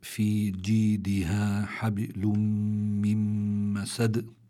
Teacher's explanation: كلمة حبل في عندي باء ساكنة وسكون أصلي هذا فعندي هون الباء مقلقلة لكن لكونها في وسط الكلمة بيكون القلقلة أخف مما لو كانت عند الوقف